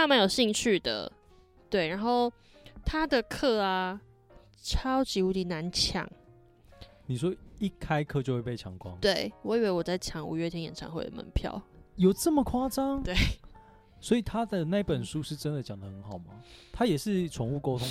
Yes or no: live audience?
no